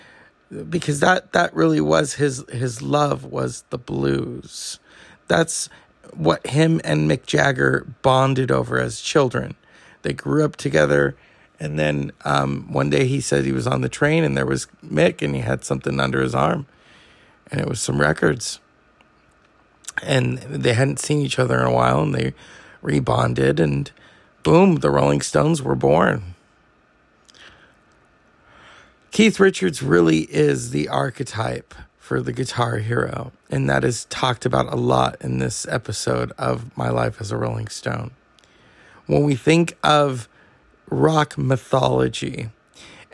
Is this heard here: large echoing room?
no